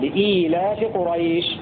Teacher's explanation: بهمزة مكسورة بعدها ياء ساكنة في لفظ لإيلاف قريش، على أنه مد بدل لإيلاف قريش.